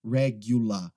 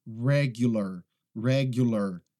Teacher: se você tiver um inglês britânico, você não vai pronunciar aquele R no final · Shown in: first take